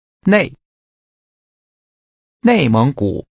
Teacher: Using a falling tone, say inner.